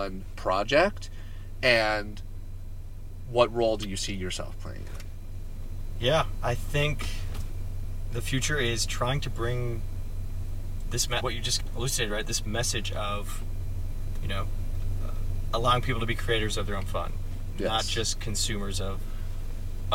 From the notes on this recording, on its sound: Car episode. We spent 30 minutes in the car before going to SOUND nightclub in Chicago.